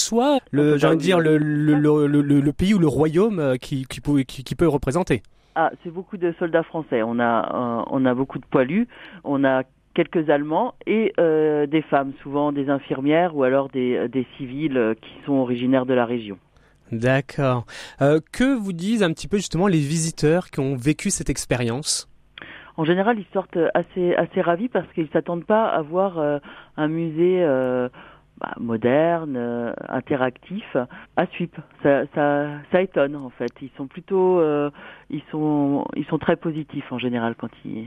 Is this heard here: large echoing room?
no